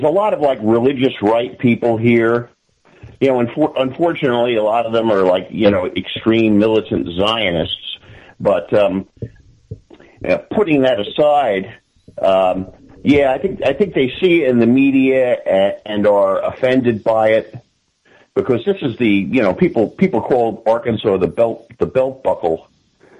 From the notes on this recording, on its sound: For a short half hour, cut shut further by some technical difficulties getting the call connected.